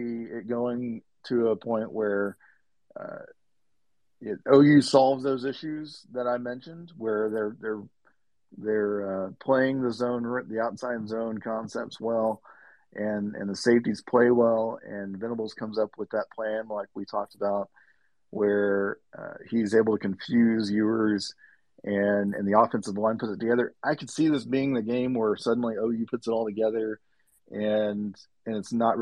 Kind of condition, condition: link, video call